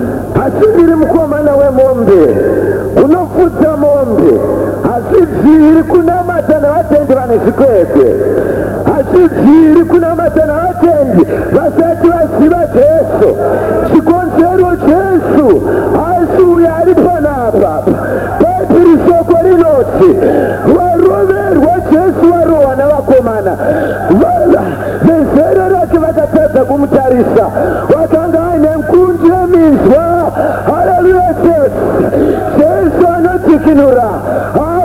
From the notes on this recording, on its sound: Here is a service recorded at an Alnight Prayer event in Zimbabwe.